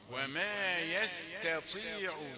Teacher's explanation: هات التاء الأول رقيقة وبعدين الطاء مفخمة